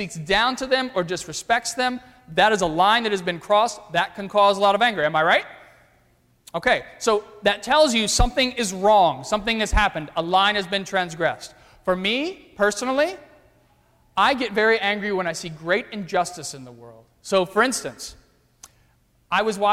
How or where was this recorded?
large echoing room